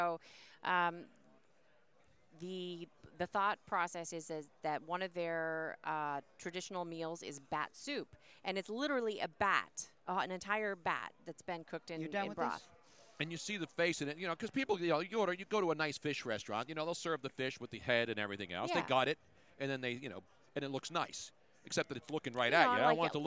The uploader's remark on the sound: On the first day of Radio Row. Things are starting to heat up in Miami!